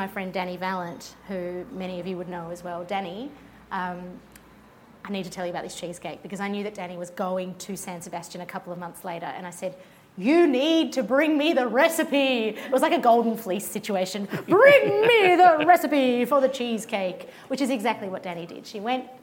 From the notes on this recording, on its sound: In front of live audiences in Melbourne and Sydney (so please excuse the sound of plates and cutlery in the background). This episode is a mash-up of the two events.